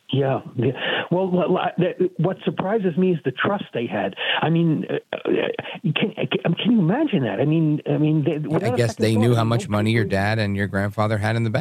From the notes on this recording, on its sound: we take your calls in open phones across America